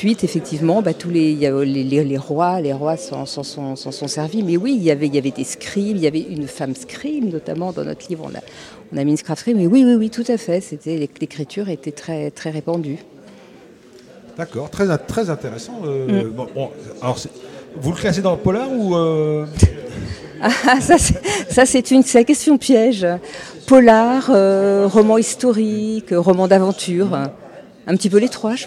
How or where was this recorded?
busy venue